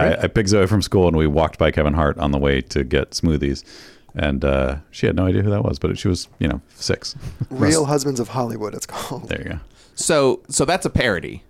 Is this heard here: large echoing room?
no